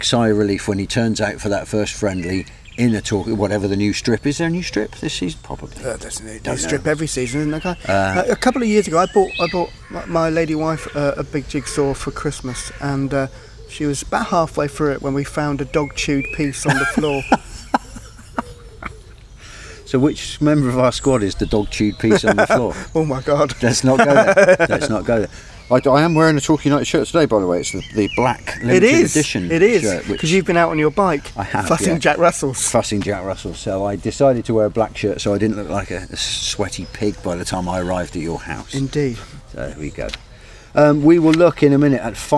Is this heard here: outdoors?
yes